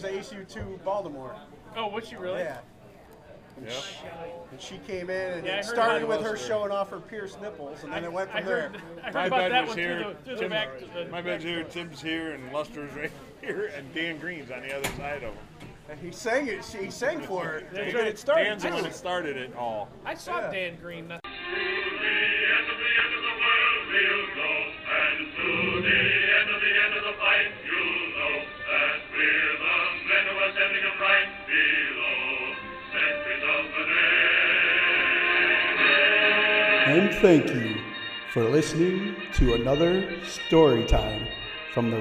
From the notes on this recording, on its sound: Unfortunately we deal with some more technical difficulties In this episode, as we still try and get used to working our audio with the Livestreams. Microphone is working fine.